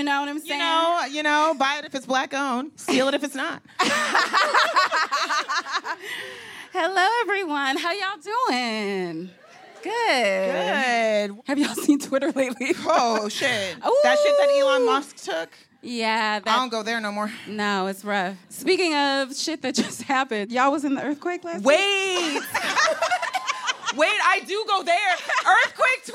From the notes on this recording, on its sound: The Antidote LIVE from The Virgil in Los Angeles